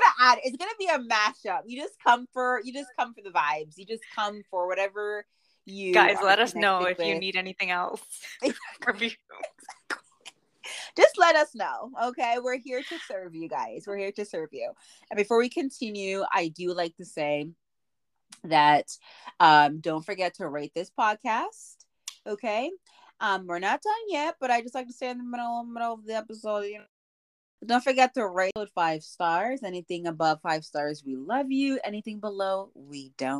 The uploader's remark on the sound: We Apologize for any technical difficulties in this episode.